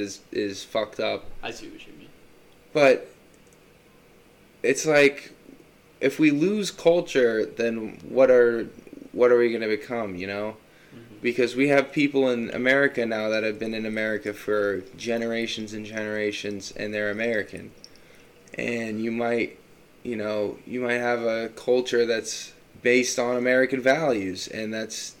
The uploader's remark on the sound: The audio levels were pretty crazy on this one so be warned.